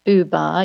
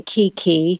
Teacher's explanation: when you say Buba, your mouth is making more rounded shapes, whereas when you say Kiki, the mouth is not making round shapes